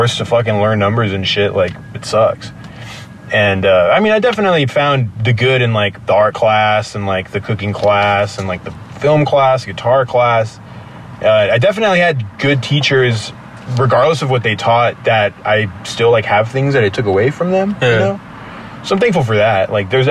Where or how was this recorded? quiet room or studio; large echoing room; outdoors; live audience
outdoors